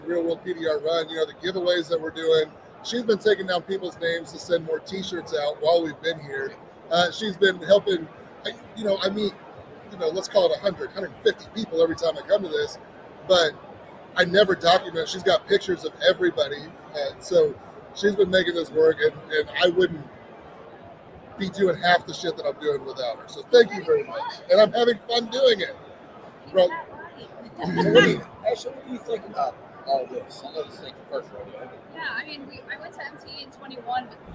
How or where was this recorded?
busy venue